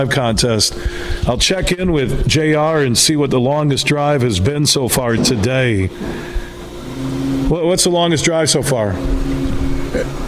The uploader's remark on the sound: Today we're broadcasting live from the Ada Indoor Country Club on Pettis in Ada, as they've got three awesome Golf simulators and they're hosting the Huge Show's long drive competition.